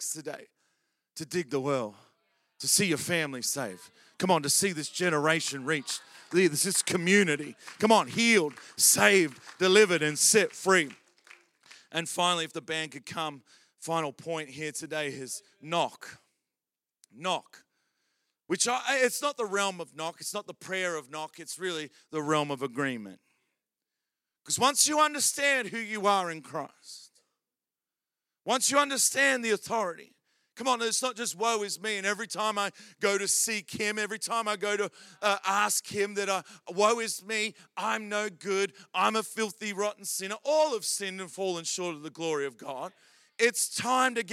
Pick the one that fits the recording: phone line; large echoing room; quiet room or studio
large echoing room